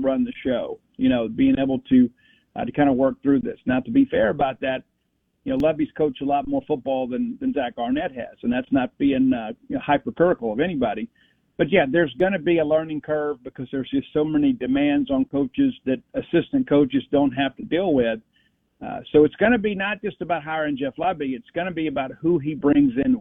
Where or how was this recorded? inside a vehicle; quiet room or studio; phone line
phone line